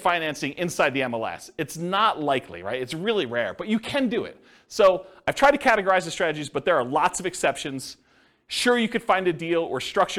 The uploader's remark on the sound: This was a live class recorded